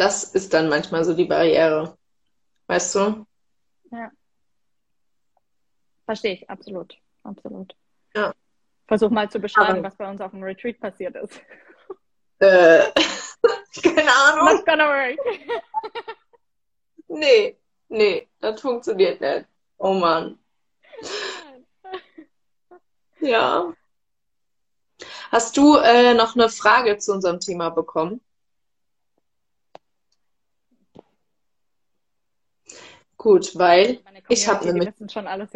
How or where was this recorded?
video call